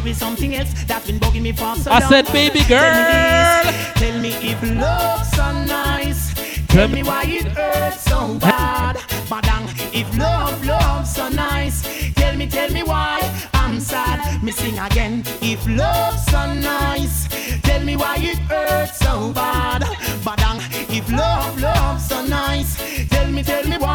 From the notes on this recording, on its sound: Live set recording from MMP - Sip & Brunch